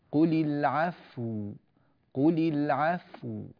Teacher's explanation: ونراعي أيضا هنا في حرف الفاء نراعي فيه ثبات السكون هنا، نراعي ثبات السكون، ثبات السكون هذا لابد منه، فلا نقول قل العفو، بعض الناس عندما يقرأ العفو فيضم الفاء وهذا غير صحيح، وأما إذا وصلنا فالواو هنا مفتوحة كما نرى، قل العفو كذلك يبين الله لكم الآيات لعلكم تتفكرون.